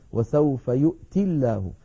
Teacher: وسوف يؤتي الله، وسوف يؤتي الله، أصلها وسوف يؤتي بوزن يفعل، فلما نصل يؤتي بلفظ الجلالة تسقط الياء فتصير وسوف يؤتي الله، فلو وقفنا عليها اضطرارا أو اختبارا نقف